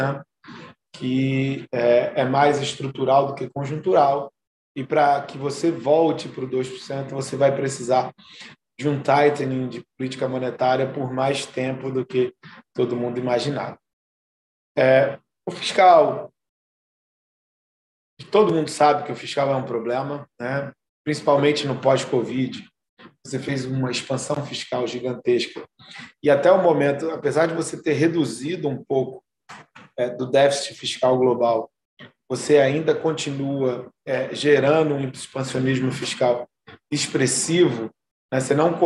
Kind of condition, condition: link, video call